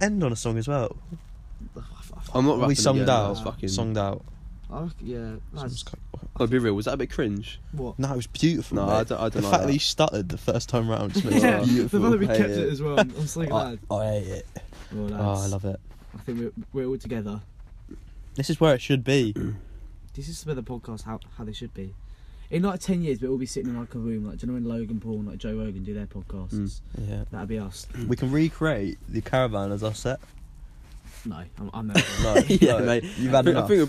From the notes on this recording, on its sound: Live in caravan with all the bios.